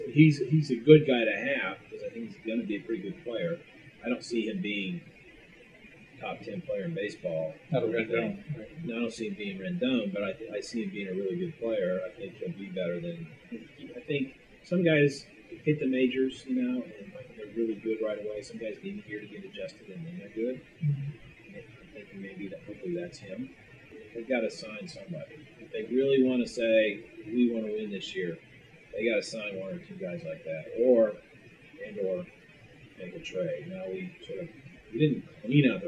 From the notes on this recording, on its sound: Please forgive the audio quality. We had some technical issues, but we wanted to post this show anyway.